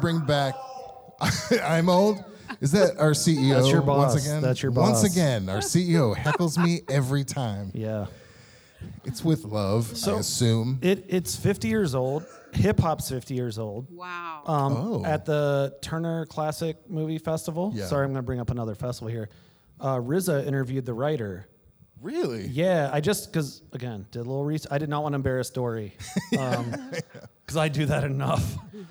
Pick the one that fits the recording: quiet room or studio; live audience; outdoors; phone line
live audience